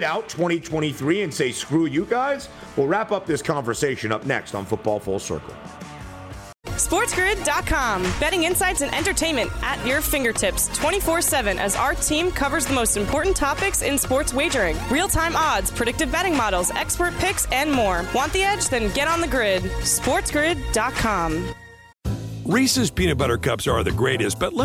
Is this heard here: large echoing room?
no